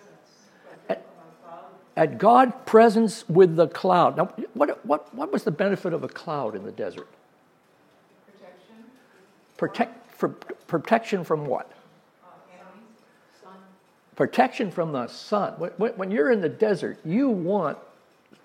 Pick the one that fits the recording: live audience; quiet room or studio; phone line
live audience